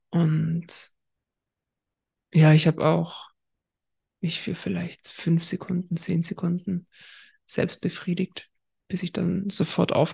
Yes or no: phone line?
no